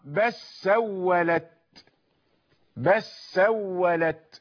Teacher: هل سمعت اللام؟ لا، لأنها دخلت في السين. · Term: الإدغام